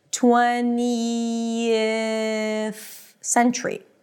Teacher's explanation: So basically it's 20, then you end it with a high E, and then you drop your tongue a little bit to a relaxed I as in sit.